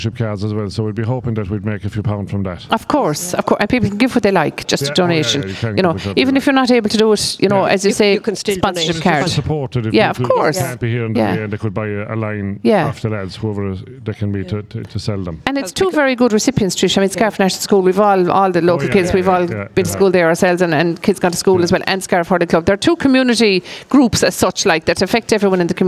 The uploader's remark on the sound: broadcast live from the the Fair green at the Scariff harbour festival 2023